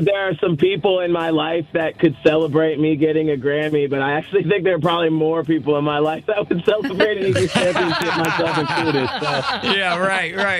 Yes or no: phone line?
yes